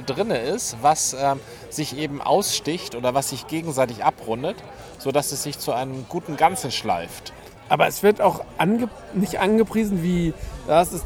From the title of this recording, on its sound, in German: Unterwegs: #BerlinCraftBeerCrawl - Straßenbräu, Bräugier und Berliner Berg